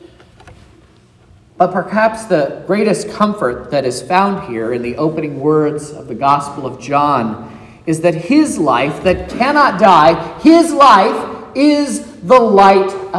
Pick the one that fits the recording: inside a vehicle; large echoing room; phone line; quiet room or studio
large echoing room